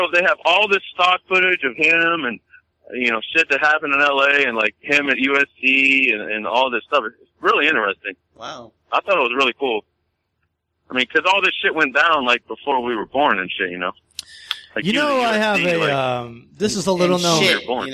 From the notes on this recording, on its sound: take listeners’ phone calls